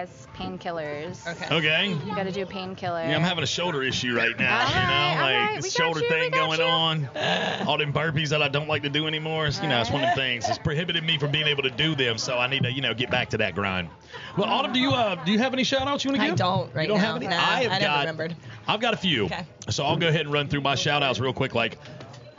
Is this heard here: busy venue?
yes